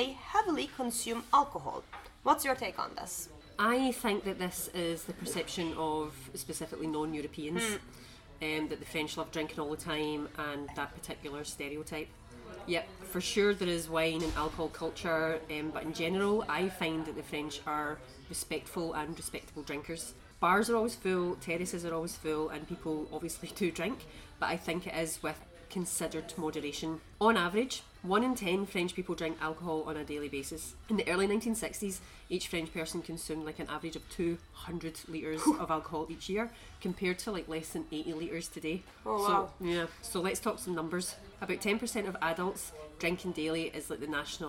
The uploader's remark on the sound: We recorded this episode on 16 December 2023, at Bomby’s Cafe. We recorded this episode on 16 December 2023, at Bomby’s Cafe.